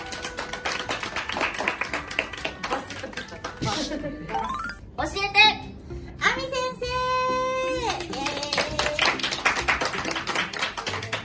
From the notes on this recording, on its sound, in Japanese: 公開収録